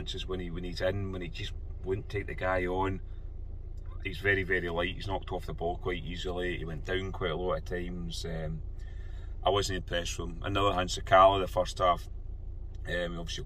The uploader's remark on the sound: Reaction from the car after leaving Ibrox.